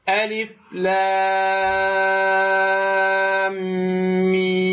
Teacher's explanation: هنالك ميم تدغم بالميم الأولى، وهنالك غنة بمقدار حركتين